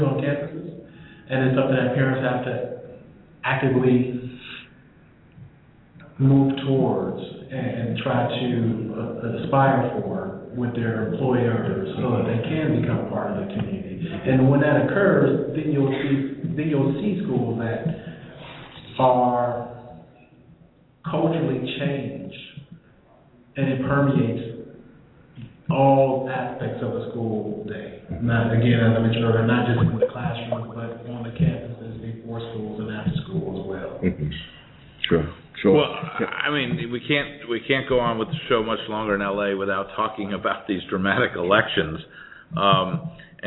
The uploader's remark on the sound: This broadcast is happening live from the Annual Conference on Education with the American Association of School Administrators in Los Angeles California.